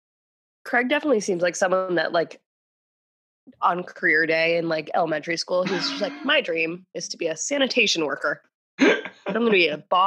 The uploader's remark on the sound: WARNING: We're sorry about the audio quality!! We tried to record through Zoom for the first time, and let's just say, we're never doing it again!!